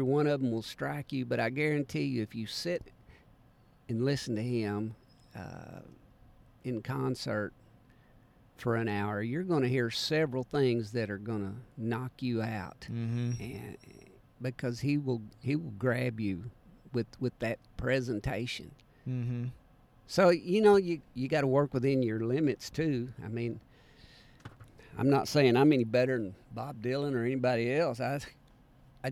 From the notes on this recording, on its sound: This time they caught up at Suwannee Roots Revival in Live Oak, FL.